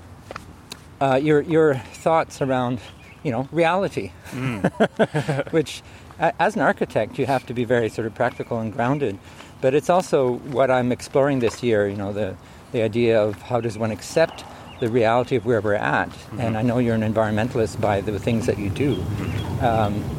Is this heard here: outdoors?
yes